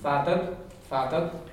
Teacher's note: The O's. You can't even hear the O sound. It sounds like an A because there's no stress on it.